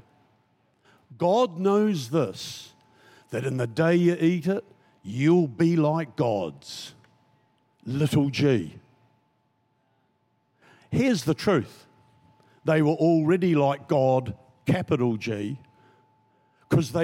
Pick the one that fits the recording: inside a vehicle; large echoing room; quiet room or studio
large echoing room